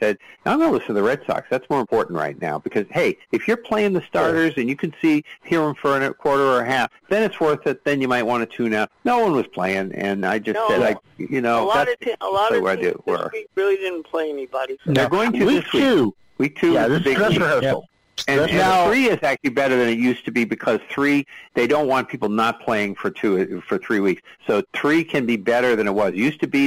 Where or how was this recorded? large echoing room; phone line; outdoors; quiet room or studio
phone line